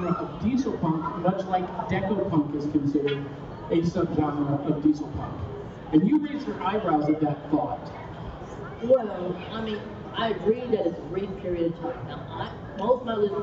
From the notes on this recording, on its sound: Live From Geekonomicon 2015. The team is all LIVE in the same room for the first time in our broadcast history!